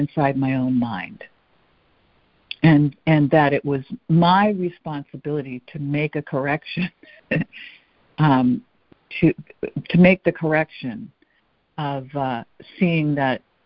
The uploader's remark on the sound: ACIM Daily Conference Call